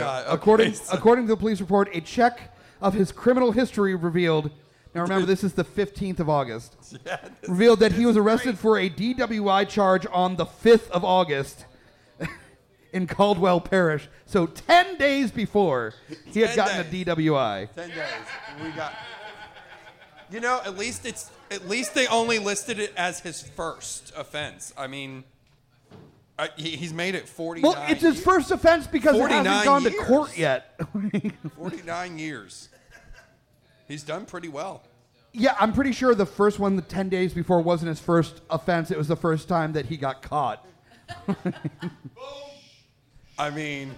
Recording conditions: live audience